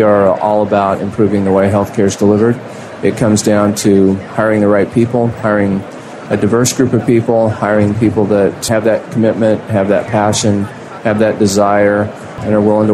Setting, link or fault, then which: setting, busy venue